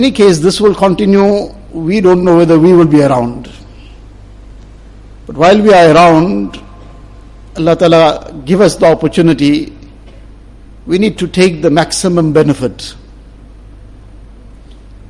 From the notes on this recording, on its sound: Jumua lecture